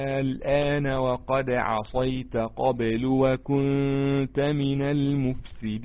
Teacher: الآن الألف حرف مد، بعده اللام ساكنة سكون لازم أو سكون أصلي، بقى حكم الألف مد لازم حرف مد لازم كلمي مخفف، بقى حكم الألف مد لازم كلمي مخفف.